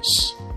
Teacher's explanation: por evolución natural ininterrumpida desde el latín, la X representaba también un fonema muy característico del español medieval, el palatal fricativo sordo